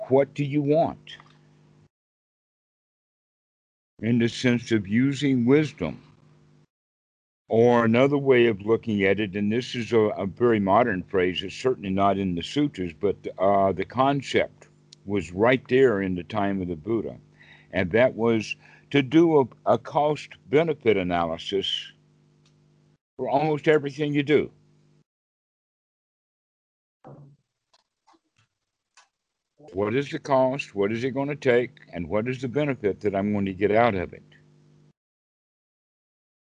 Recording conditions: video call